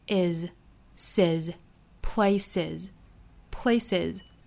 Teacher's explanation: 注意最后的 place 变复数，读浊辅音的